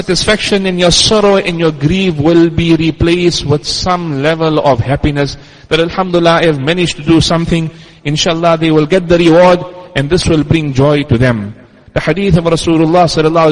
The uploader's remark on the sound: Jumuah lecture at Masjid us Siddique